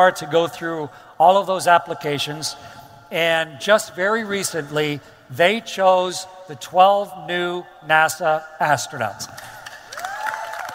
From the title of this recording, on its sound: StarTalk Live! from Future Con